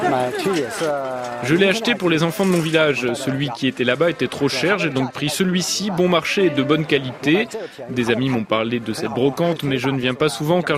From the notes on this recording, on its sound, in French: RFI vous emmène sur le marché Daliushu, dans la banlieue de la capitale chinoise.